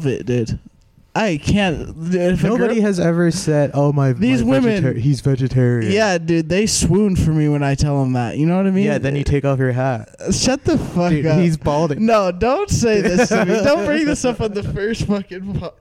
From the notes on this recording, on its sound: Recorded at Good Times Lethbridge Comedy Club